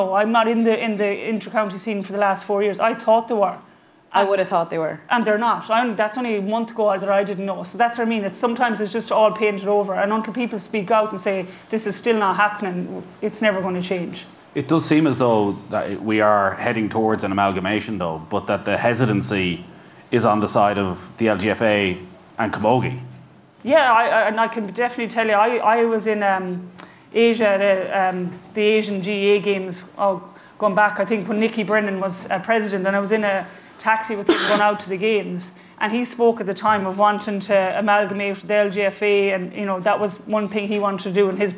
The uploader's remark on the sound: live in Galway